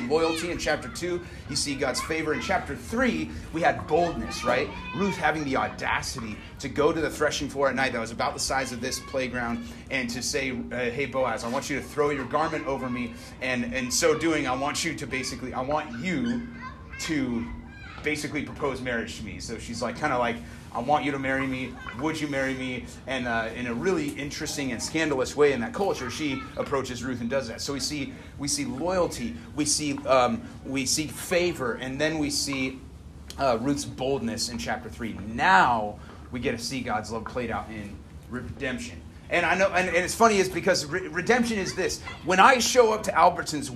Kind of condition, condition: setting, outdoors